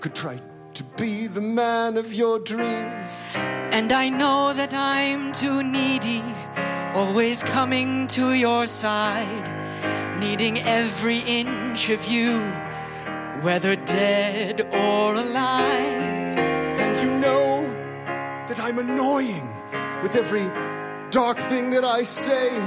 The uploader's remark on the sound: LIVE at UCB LA. Our first live show! Taped live at UCB Sunset in Los Angeles.